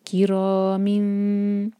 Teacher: इसके बाद है मीम, इसके नीचे थी कसरा की तनवीन, क्योंकि इसके बाद बा आ रहा है तो कसरा की तनवीन का जो नून का साउंड है वो मीम में चेंज होगा · Term: इखलाब